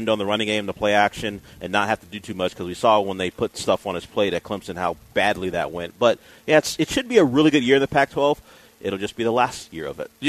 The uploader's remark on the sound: LIVE from Golden Nugget in Lake Charles!